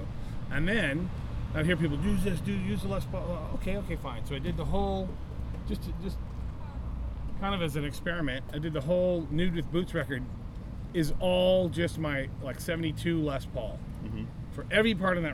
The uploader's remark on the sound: We met up at the Hawthorne Theater in Portland Oregon and interviewed between 2 vans outside.